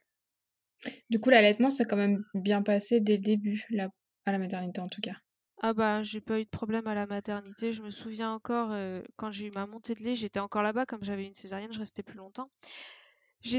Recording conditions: poor sound quality